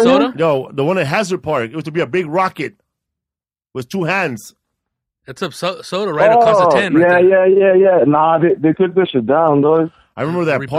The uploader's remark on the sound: We did another call-in show today.